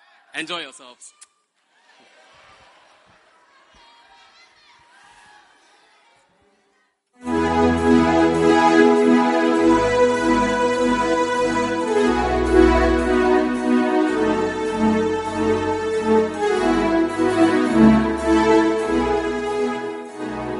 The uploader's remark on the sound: Preached at the First Love Center.